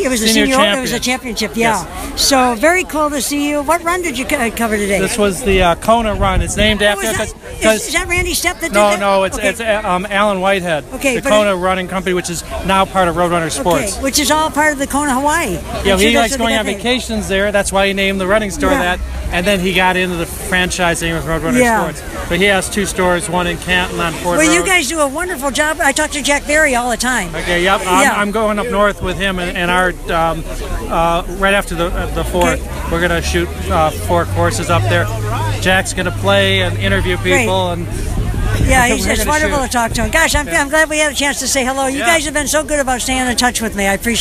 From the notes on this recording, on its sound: It was the end of the day and several thousand of us were outside in the courtyard of the Detroit Historical Museum to give open our can of Vernors they had handed out to all of us. I turned on my recorder and got some fun talk story and conversations with lots of people.